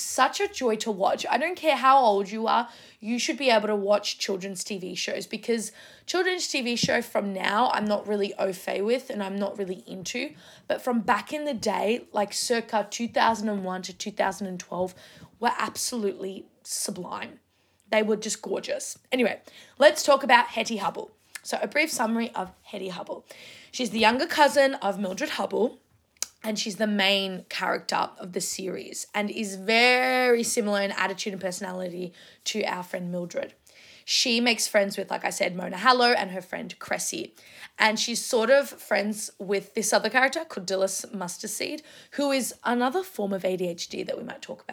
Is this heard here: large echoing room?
no